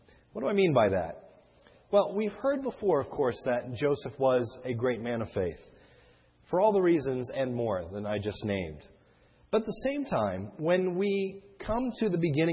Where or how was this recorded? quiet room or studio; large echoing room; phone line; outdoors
large echoing room